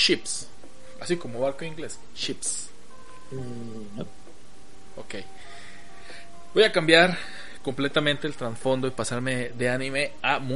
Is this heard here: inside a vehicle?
no